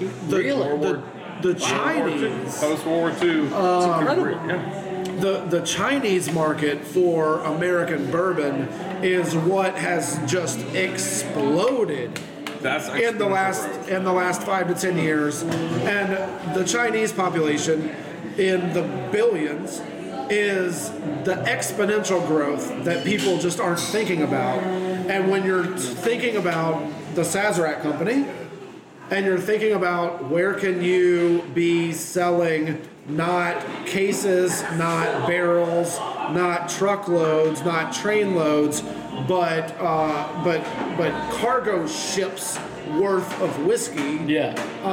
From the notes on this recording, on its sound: Bourbon Conversations At Gov't Taco.